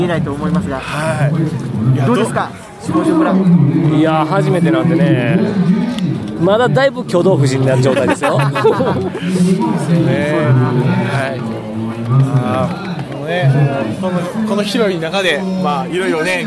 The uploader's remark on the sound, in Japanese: 今回は全編、野外収録特集でお送りいたします！3月22日に長野県の下條村で行われた地域活性イベント「ローカルヒーロー大激突！」。